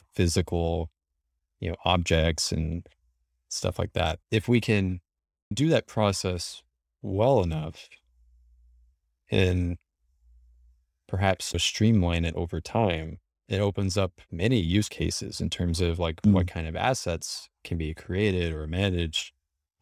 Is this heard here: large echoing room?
no